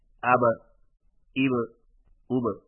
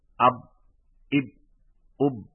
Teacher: ان پانچ حروف کو ادا کرتے وقت جبکہ یہ ساکن ہو تو جس جگہ سے حرف کی آواز آتی ہے وہاں دو حصے آپس میں مل کر الگ ہو جاتے ہیں، جس طرح گیند زمین پر لگنے کے بعد اچھلتی ہے، جس کی وجہ سے آواز میں ایک جھٹکا سا سنائی دیتا ہے. مثلا حرف با پر جزم آئے تو دونوں ہونٹ آپس میں مل کر الگ ہو جاتے ہیں اور قلقلہ ہوتا ہے · Shown in: first take